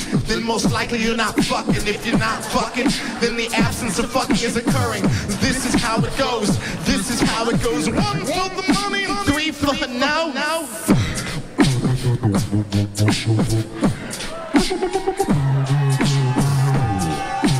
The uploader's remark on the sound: Live At Central Park (2012)